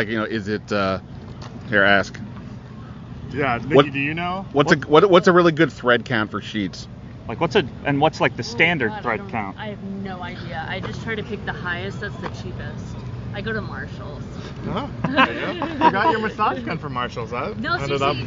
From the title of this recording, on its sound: Talking live from Commanders training camp